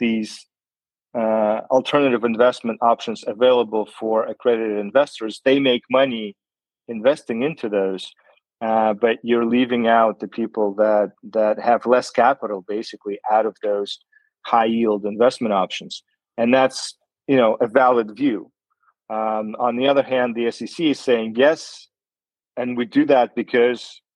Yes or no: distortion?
no